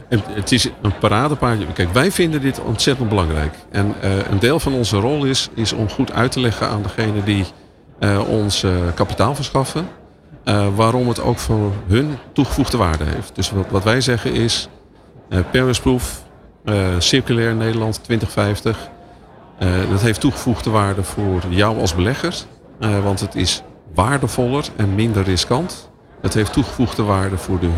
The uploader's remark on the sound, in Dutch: New Business Radio op de PROVADA 2023. Je hoorde New Business Radio LIVE vanuit de RAI Amsterdam.